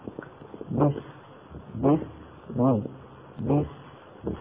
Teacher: سين ساكنة، فيكون زمنها ممطوطا قليلا لأنها حرف رخو